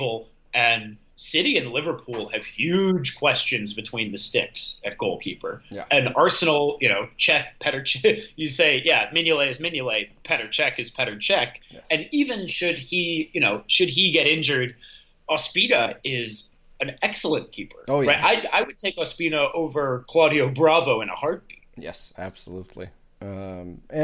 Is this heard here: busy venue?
no